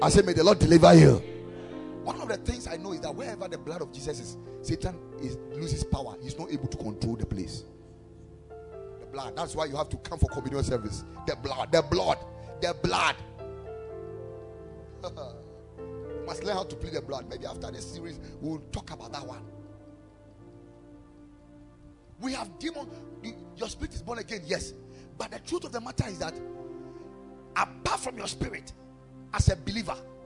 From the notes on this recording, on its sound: Preached at the Ekklesia Chapel